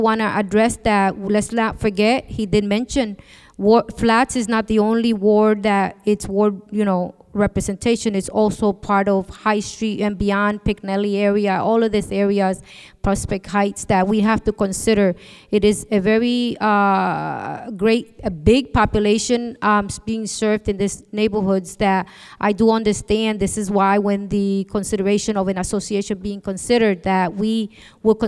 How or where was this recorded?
busy venue